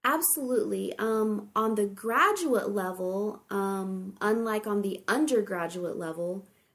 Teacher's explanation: So if you notice, she put prominence on graduate and undergraduate because she's contrasting between those two · Term: prominence on contrasts